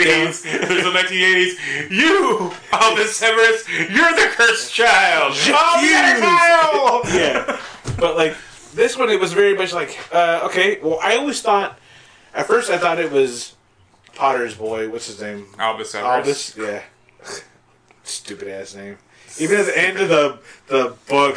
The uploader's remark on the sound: Through muddled audio